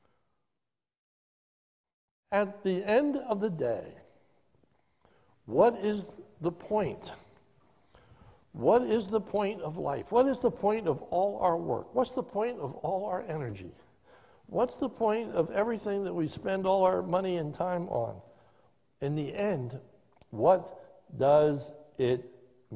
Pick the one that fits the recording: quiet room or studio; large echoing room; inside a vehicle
large echoing room